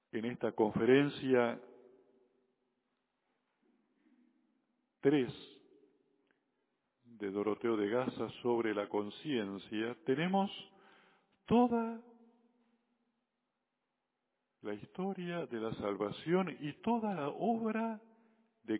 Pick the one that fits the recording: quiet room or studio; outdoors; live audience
live audience